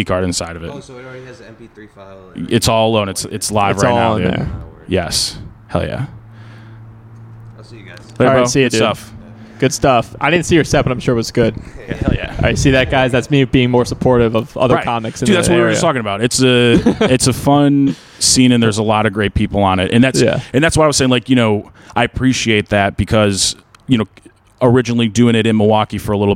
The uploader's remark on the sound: Was recorded outside the comedy open mic at Wits End Saloon. In Timonium, MD.